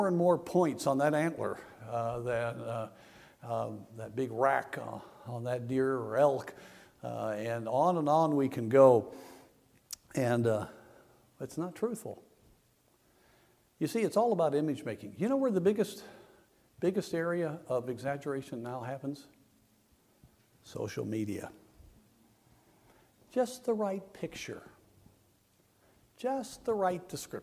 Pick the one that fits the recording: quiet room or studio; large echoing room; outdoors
large echoing room